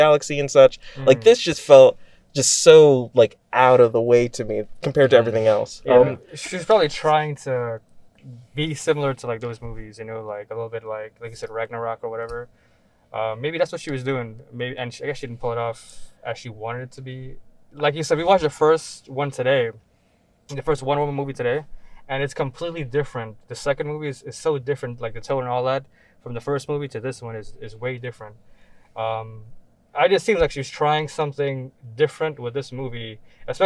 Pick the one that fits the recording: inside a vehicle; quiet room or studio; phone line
inside a vehicle